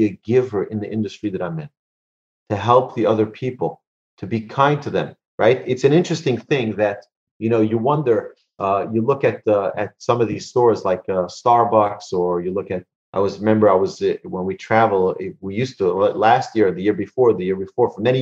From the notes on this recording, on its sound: Recorded presentation to an online audience. In Houston, Texas.